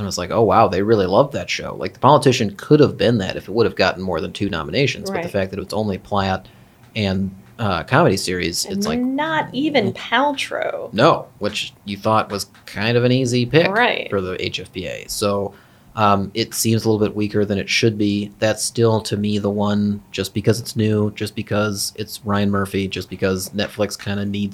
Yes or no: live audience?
no